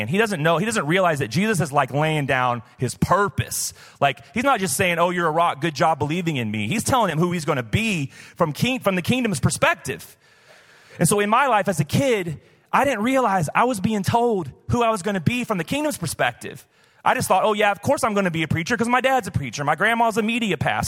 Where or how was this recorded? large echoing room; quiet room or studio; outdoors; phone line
large echoing room